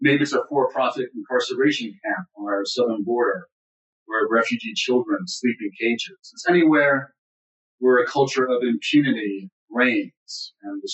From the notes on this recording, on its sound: It was, in fact, our very first virtual event of the pandemic